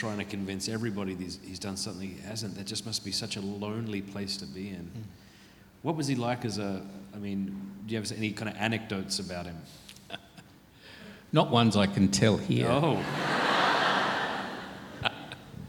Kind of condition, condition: setting, live audience